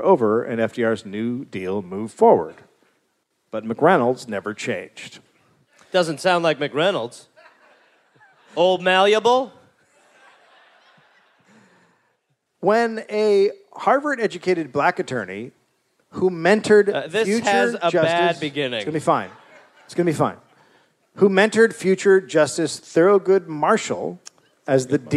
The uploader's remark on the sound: Live in DC